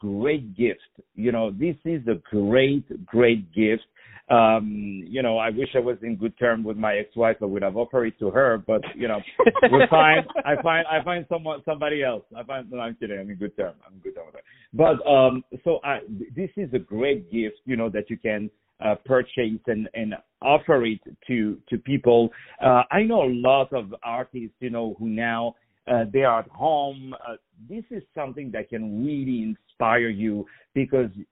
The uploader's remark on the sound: On the phone